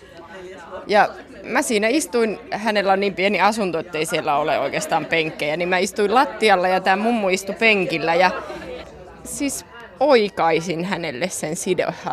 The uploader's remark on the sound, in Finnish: Ohjelma on äänitetty tutkijoiden ja järjestöväen työpajassa Seinäjoella.